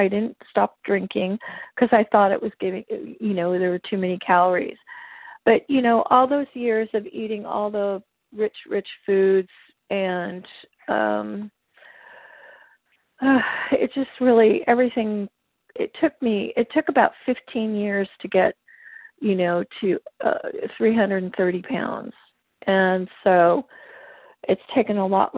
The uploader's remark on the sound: Qualification from the 100 Pounders Phone Meeting.